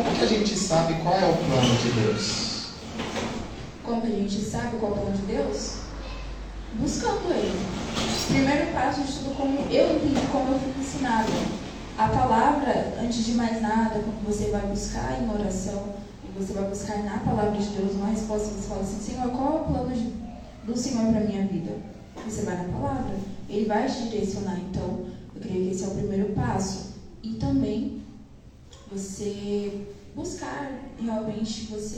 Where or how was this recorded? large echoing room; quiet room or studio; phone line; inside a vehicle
large echoing room